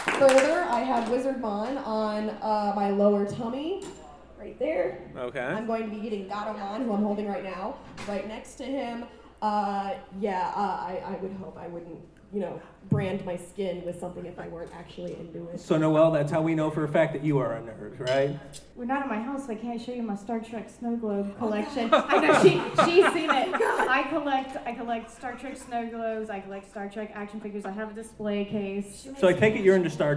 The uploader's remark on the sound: Colossal Con Street Interviews. One of our panels was our patented street interviews, and boy what a doozey! Recorded live in front of a live audience, we had a chance to talk to many interesting people.